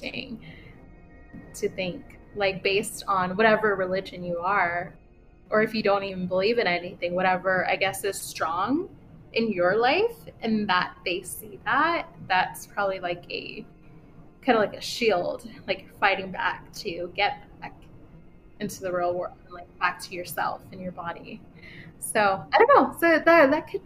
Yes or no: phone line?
no